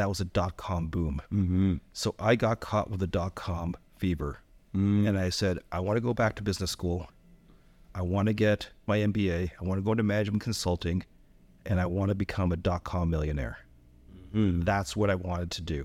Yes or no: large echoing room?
no